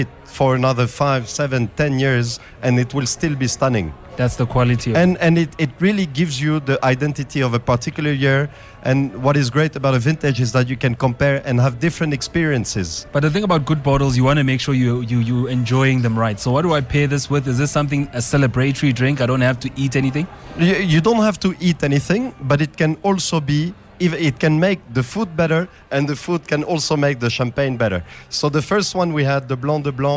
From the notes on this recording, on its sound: special broadcast of the Absa Champagne in Africa Festival 2023 from a Summer Place